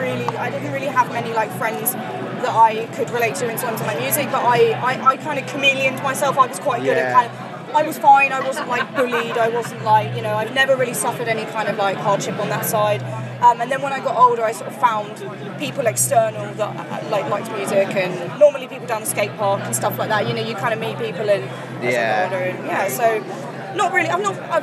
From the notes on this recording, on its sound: Live from 2000 Trees 2023